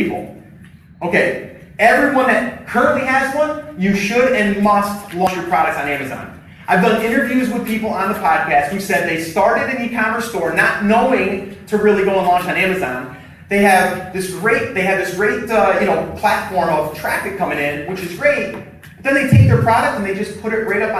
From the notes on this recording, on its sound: Live at Seller's Summit. It’s a recording of a live event.